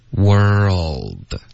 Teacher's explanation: 世界的这个单词它有一个 L 的音、舌尖是要顶到这个上颚的